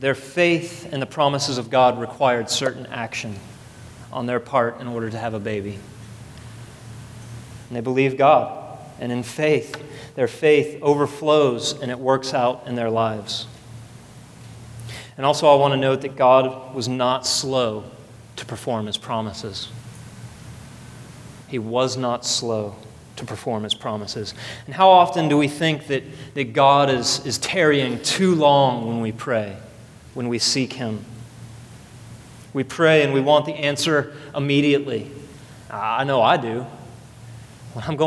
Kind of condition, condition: setting, large echoing room